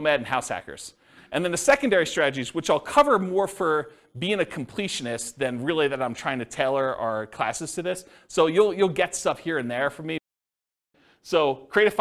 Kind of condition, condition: setting, live audience